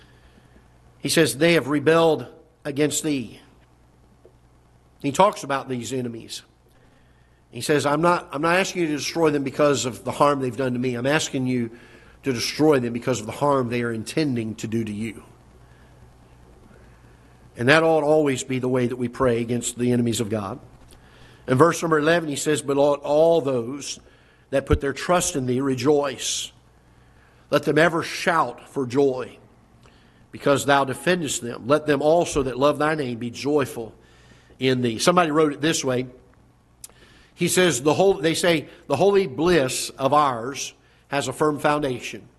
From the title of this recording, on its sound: Ketha Heights Baptist Church ~ Live Broadcast